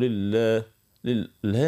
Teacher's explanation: فما حروف اللغة العربية تتسمى حروف ضعيفة أو خفية بطبيعتها، وعلى رأسها حرف الهاء. الهاء تخرج من أقصى الحلق، يعني من أعمق من أعمق نقطة في الحنجرة، وتخرج مع شوية هواء همس